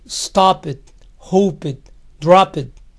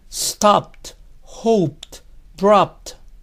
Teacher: Pronuncien la P y T sin vocales. · Shown in: second take · Stopped. Nada de stop it, hope it, drop it.